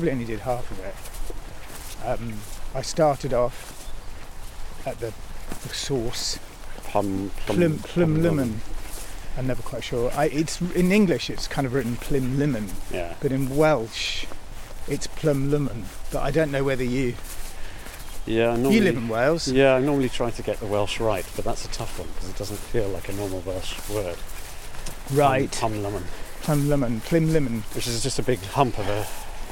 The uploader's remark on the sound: Encountering the surging Severn Bore on an atmospheric walk beside Britain's longest river.